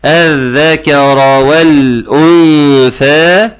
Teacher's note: الذال مشددة لان برضو دخل فيها اللام الشمسية